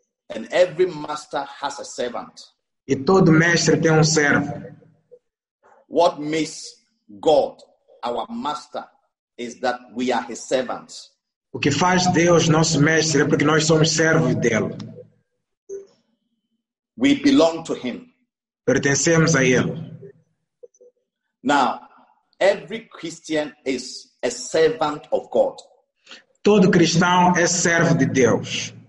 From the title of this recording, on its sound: ZOOM PROPHETIC EXPERIENCE SERVICE